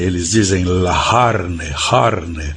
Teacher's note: os fiorentinos têm uma pronúncia particular para o C, né? Eles falam o C quase como um H aspirado, carne, que em italiano é carne, eles dizem la carne, carne.